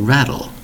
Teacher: It's spelled with R-A-T-T-L-E. But we usually pronounce it like a D instead of a T.